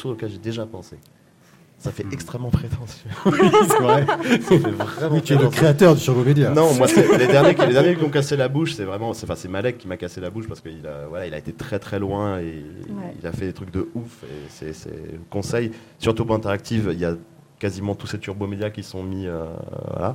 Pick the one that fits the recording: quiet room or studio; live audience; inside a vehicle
live audience